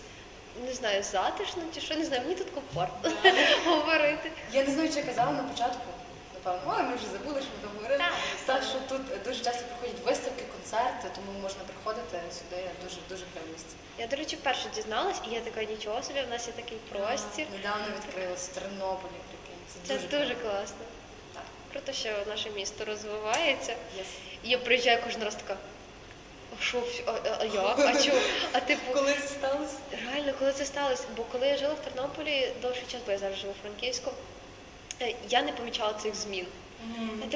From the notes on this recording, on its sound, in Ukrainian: Наостанок, ми хотіли би попередити тебе про якість звуку. На жаль, цього разу не вийшло ідеально.